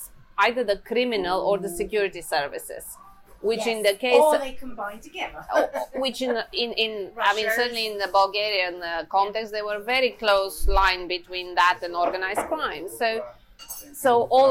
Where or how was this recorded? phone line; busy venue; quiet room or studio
busy venue